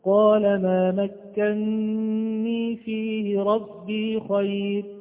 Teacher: كان أصلها مكنني، كان أصلها مكنني، فقرأ حفص بإدغام النون الأولى في الثانية فصارت مكنني بنون واحدة مشددة مع الغنة